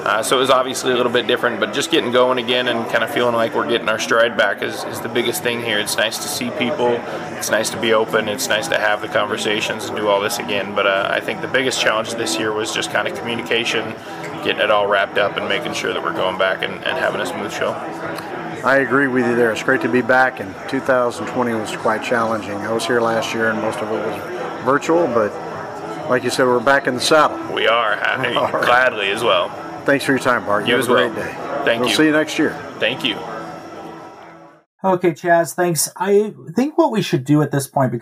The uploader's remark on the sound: Black Hat Security Conference 2022. Live interviews from the presenters in Las Vegas.